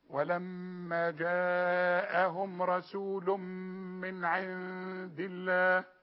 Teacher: التنوين بتاع رسول ده تنوين اهو، رسول النون هي زائدة، ويجي بعدها الميم، يبقى ندغم ادغام كامل بغنة، نقول رسول من، رسول من، وبعدين من عند الله النون بدون تشكيل بعدها الدال في غنة